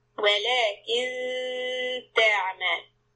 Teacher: noon here is the إخفاء، keep the tip of the tongue behind your front teeth for تاء.